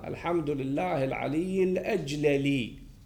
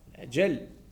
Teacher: فالواضع وضعها مدغمة، لما فك الإدغام هذا خالف ما نقل عن الواضع · Shown in: second take